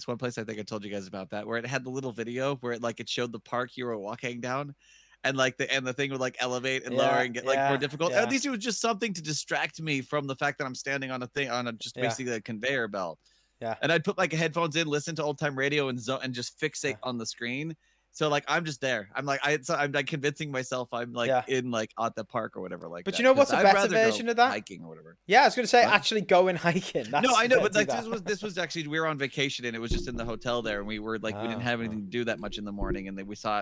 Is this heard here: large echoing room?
no